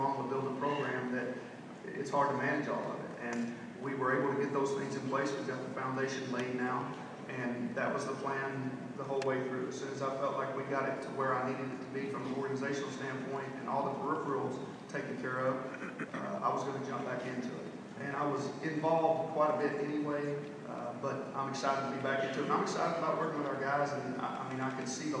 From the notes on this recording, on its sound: Q&A at Big 12 media days 2016